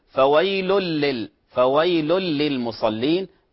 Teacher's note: إدغام بغير غنة، التنوين وبعده اللام، وهو من حروف الإدغام بغير غنة، حركة واحدة